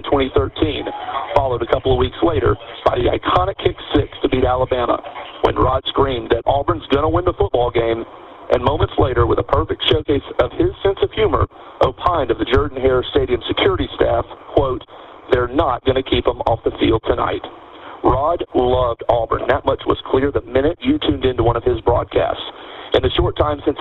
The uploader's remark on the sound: take your live phone calls